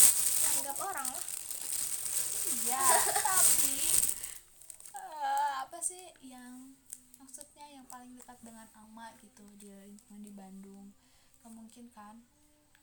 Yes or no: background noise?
yes